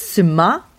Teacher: It's suma, the emphasis on the second syllable, and you're not pronouncing the C. So no more are we going to talk about sumac.